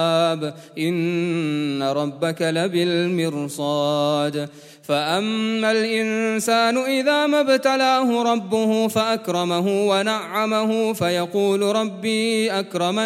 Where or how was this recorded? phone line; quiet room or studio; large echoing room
large echoing room